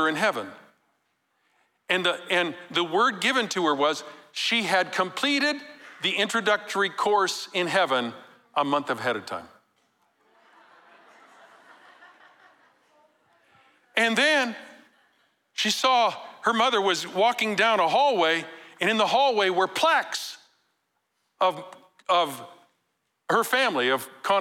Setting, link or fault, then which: setting, live audience